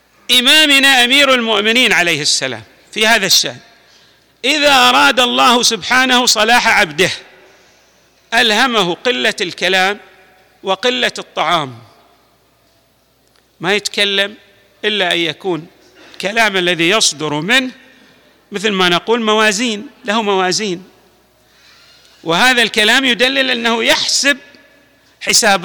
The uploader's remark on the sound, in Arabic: تسجيلات جامع الامام علي عليه السلام الأحساء المبرز